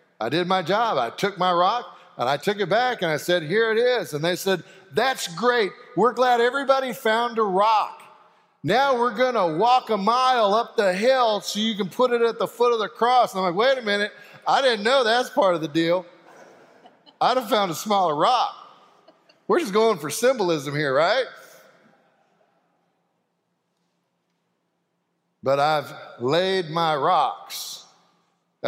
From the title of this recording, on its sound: Sanctuary Service